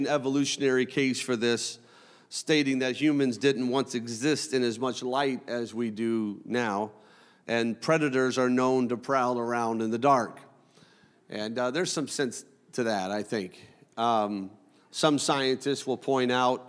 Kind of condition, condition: setting, large echoing room